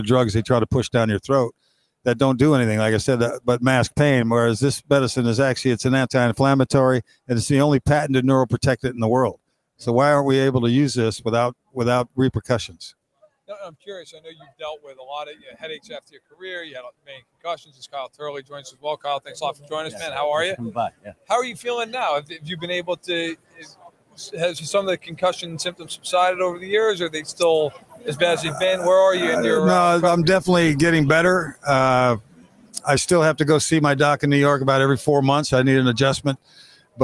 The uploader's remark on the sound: Live from Super Bowl LVII - Day 3